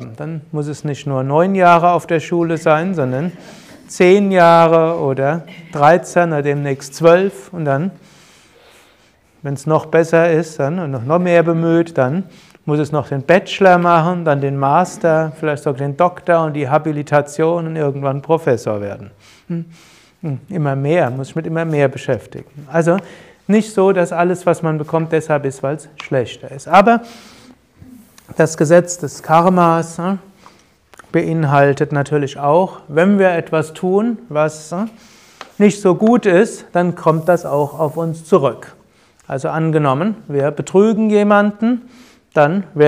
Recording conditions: live audience